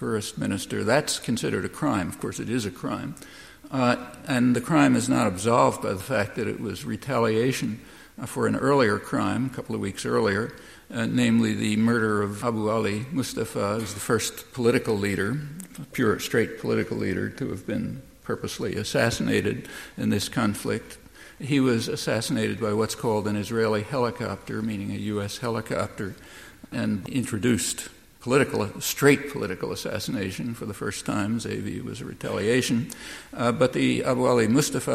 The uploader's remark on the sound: Recorded at First Parish Church at an event marking the 25th anniversary of South End Press.